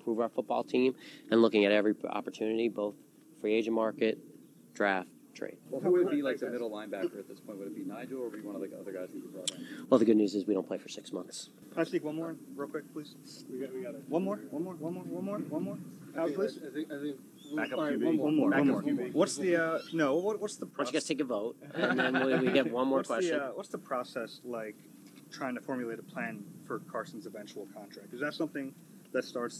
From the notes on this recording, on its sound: Two new press conferences from the Eagles' offseason. Talk to the media at the 2019 NFL Annual Meeting.